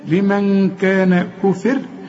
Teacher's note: لمن دي عايزة غنة لأن بعدها كاف والكاف من حروف الإخفاء